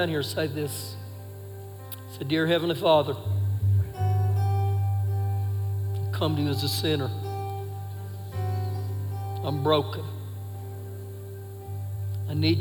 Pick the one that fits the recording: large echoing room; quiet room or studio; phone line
large echoing room